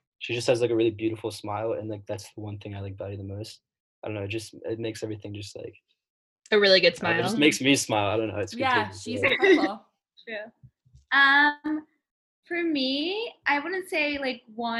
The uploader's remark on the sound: the first Zoom date on the pod